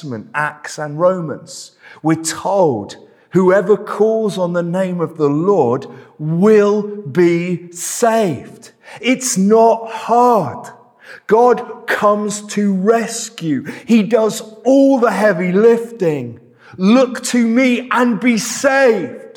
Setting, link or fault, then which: setting, large echoing room